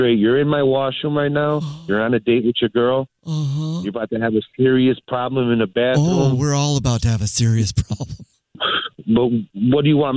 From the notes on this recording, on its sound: Bring the TP for this Phone Prank!